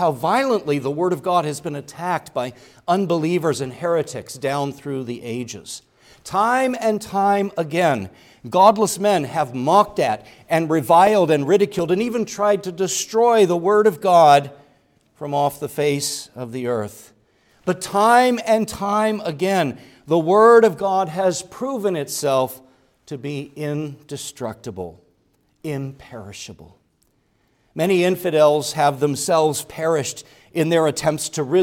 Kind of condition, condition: setting, large echoing room